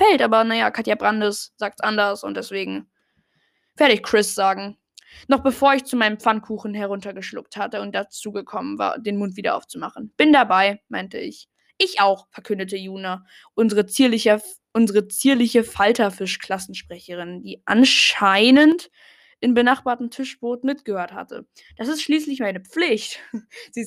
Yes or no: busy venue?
no